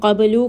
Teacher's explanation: Wa in kanu min qablu, qaf is going to be heavy. Ba is a letter of qalqala, meaning it's going to have a little bit of a bouncing sound.